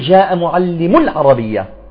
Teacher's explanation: نبرت على الميم معلم العربية حتى أبين أنها مجموع · Term: النبر